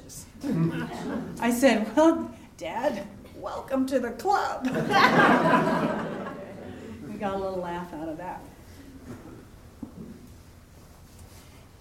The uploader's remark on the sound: on stage at the Columbia Center for the Arts for live storytelling with Portland Story Theater